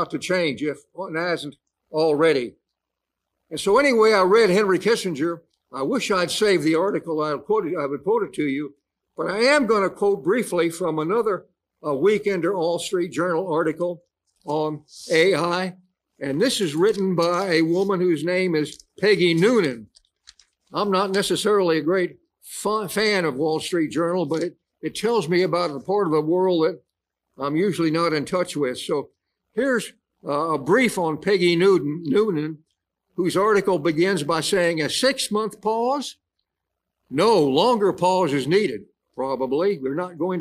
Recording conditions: large echoing room